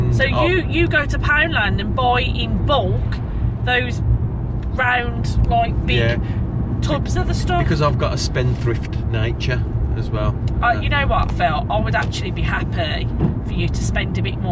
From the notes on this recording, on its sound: Recorded on the car journey home from work